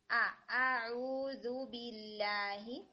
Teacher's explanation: سب سے پہلے تو جیسے آپ نے استعادہ کو شروع کیا نا، تو آپ کے حمزہ کی جو فتحہ ہے وہ تھوڑی ٹیڑھی جا رہی تھی، یعنی اعوذ، تو اس کو اے کر کے نہیں پڑھنا، بالکل سٹریٹ فتحہ رکھیں گے